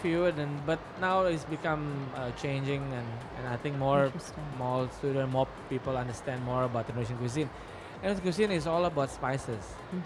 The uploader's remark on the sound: Live interview from SIBF 2022